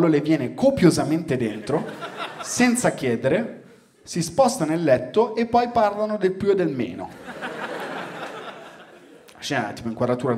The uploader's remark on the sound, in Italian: Registrato a Firenze al Teatro Puccini.